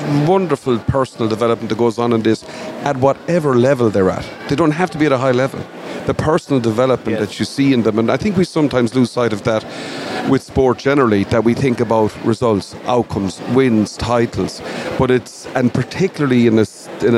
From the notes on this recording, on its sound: Broadcast a three hour show Live from the 60 by 30 alley at Tuamgraney handball club on the final day of the 2023 GAA Handball Irish 4 Wall Nationals that were held in Alleys all over County Clare at the weekend.